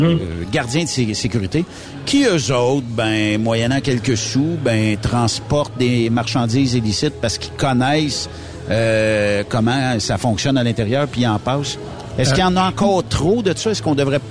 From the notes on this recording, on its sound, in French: En direct de chez ISAAC Instruments pour la conférence des utilisateurs